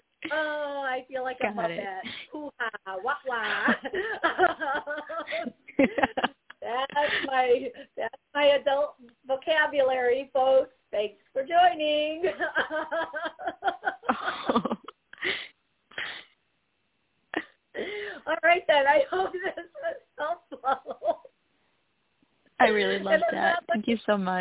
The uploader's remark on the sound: I will be taking callers and answering their questions live!